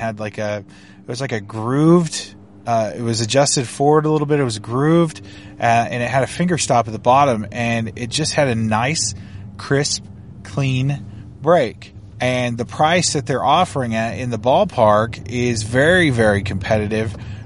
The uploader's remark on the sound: SHOT Show 2018. Several interviews from the show floor.